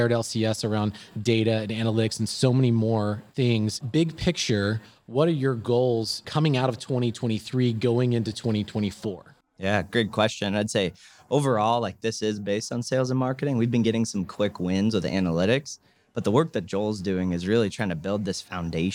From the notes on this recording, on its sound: This episode was recorded at SMASH Sales and Marketing Summit 2023.